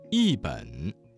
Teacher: 一本这个词当中的一字在三声之前变成了四声